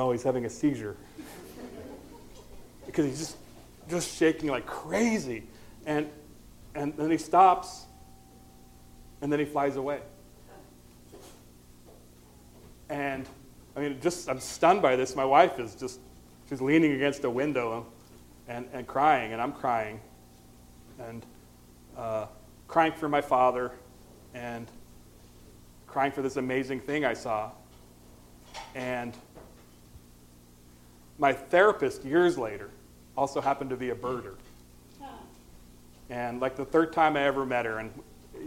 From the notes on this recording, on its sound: live on stage